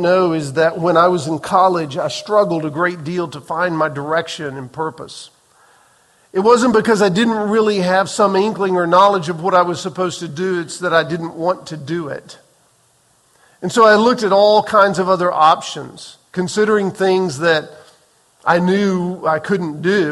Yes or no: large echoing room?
yes